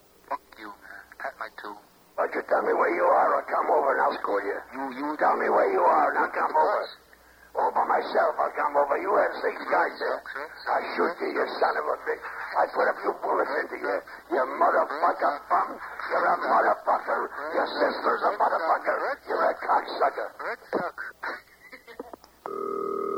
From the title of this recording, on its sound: RBCP's Personal Prank Phone Calls Collection: Tube Bar Tapes